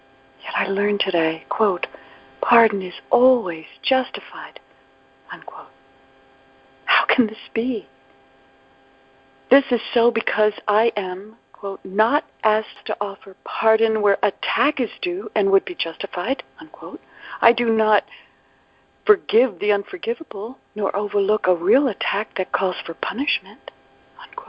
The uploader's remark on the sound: ACIM Daily TEXT Conference Call